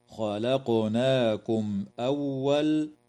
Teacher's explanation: ظهوركم. تقلقل الدال في كلمة ولقد، وكذا القاف في كلمة خلقناكم، وتظهر الميم الساكنة عند الهمزة